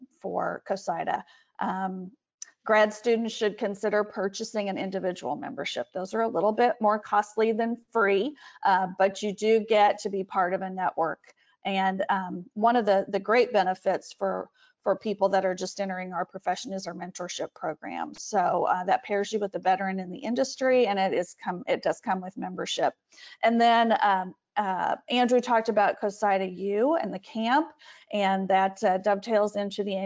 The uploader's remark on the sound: Capital One Webinar Audio